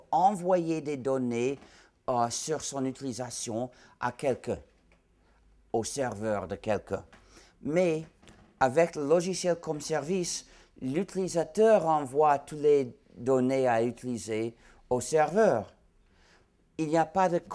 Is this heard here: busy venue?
no